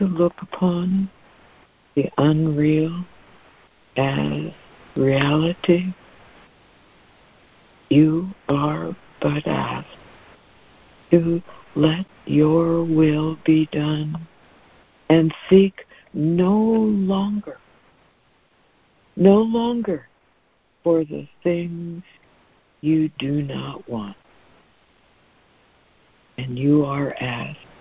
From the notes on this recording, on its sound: ACIM Daily Conference Call